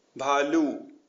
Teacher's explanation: similar to ba but aspirated